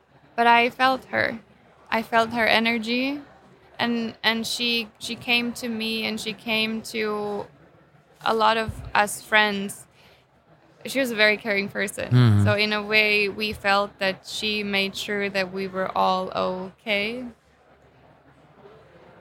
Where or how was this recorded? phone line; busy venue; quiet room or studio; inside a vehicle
busy venue